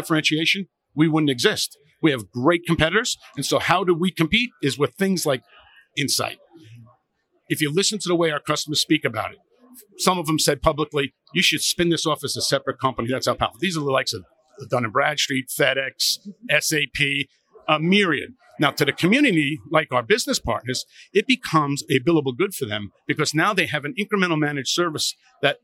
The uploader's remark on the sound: Live from Metro Connect